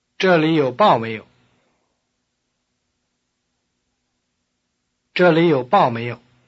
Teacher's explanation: the negative form of the verb used at the end of the sentence is almost toneless